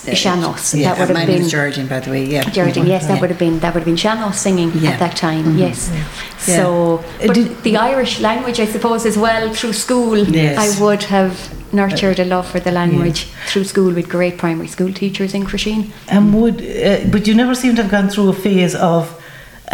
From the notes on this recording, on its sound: Live from the Community Hall Feakle as part of the 36th Feakle trad Festival as part of Saturday Chronicle.